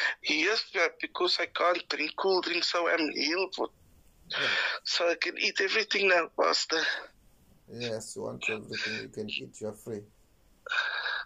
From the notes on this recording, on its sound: Healing over the phone.